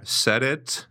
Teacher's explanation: the T becomes a D, right? Because it's between two vowels · Term: flap T